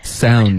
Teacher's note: 这个 sound 你发成 song 应该是 ow, OK,这个双元音要多练习